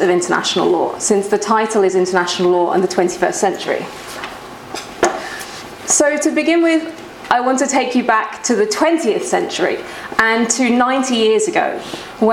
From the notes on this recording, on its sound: This podcast was recorded at the Refugee Studies Centre's second Wednesday Public Seminar of Michaelmas Term 2011, which was on Wednesday 19th October 2011 at the Department of International Development, University of Oxford.